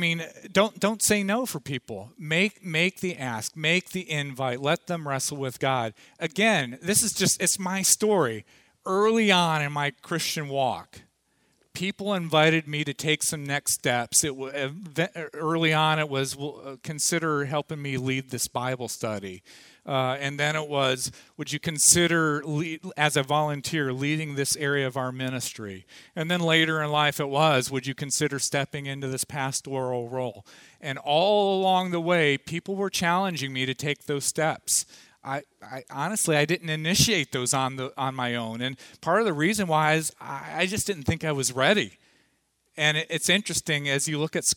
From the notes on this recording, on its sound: Audio from the morning session of the 2014 Lead Well conference held at Parkview Community Church